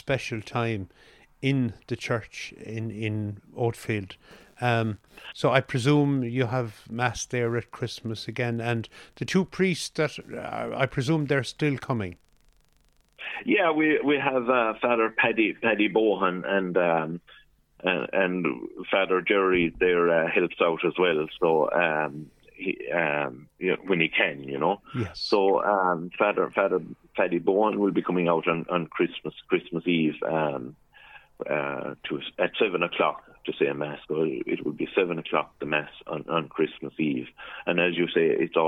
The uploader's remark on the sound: joined on the phone by Oatfield correspondent